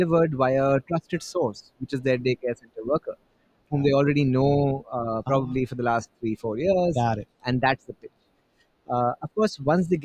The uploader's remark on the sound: Recorded LIVE & in person from the World Innovation Summit for Education ( WISE ) 2023 in Doha, Qatar.